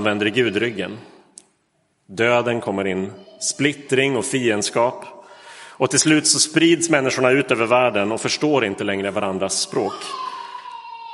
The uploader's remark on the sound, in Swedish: Inspelad i Roseniuskyrkan den 23 oktober 2022.